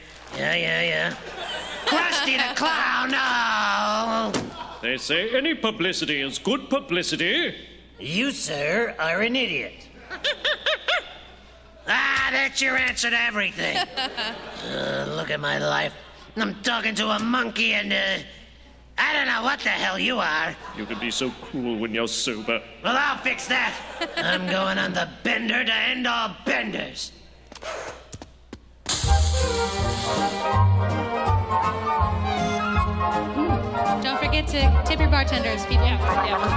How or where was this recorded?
live audience